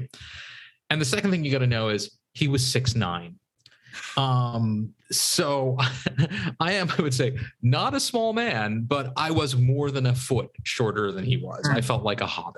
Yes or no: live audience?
no